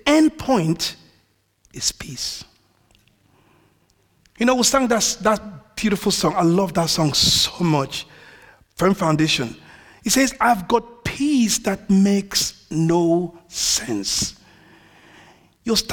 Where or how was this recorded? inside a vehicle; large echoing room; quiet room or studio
large echoing room